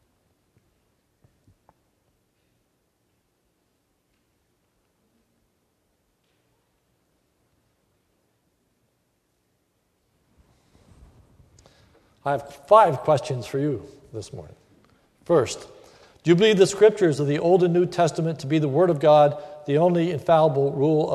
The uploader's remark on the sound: sermon recorded at the Lebanon Bible Fellowship Church on 9/20/2015 during the morning service